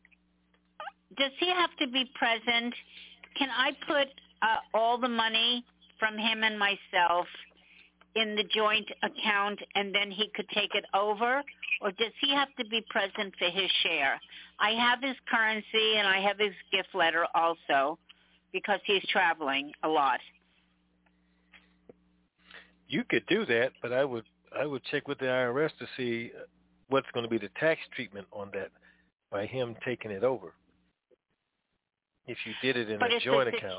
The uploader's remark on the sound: TNTSuperfantastic Conference Call